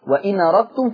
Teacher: هنقل فتحة الهمزة للنون فتقرأ وإن أردتم · Term: النقل